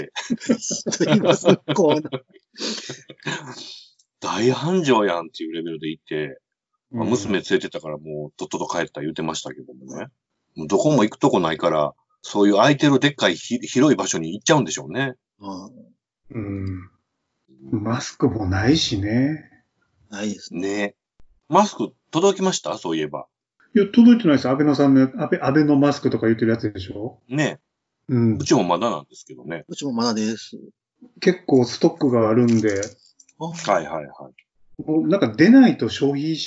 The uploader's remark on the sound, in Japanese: 自粛期間中のオンライン飲み会を収録してみました。酔っ払いのダダ喋り。